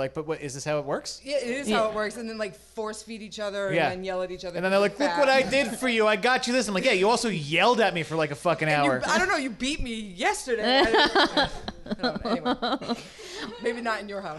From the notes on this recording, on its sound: Recorded on November 30, 2017 at the Nerdmelt Showroom, Los Angeles, California